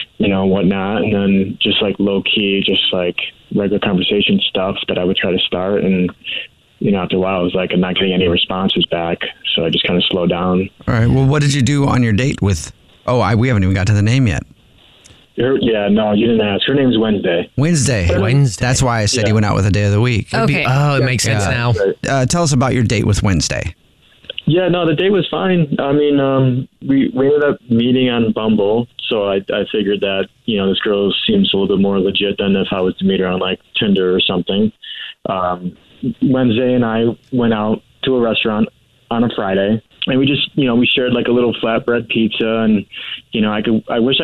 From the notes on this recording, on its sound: Set up his friend's wife in this Phone Prank.